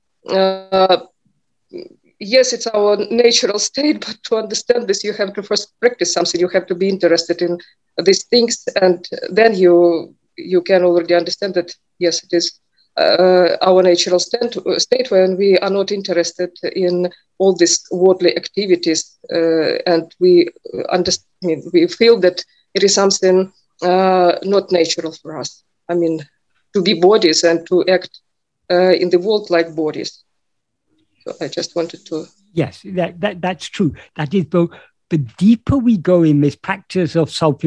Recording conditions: video call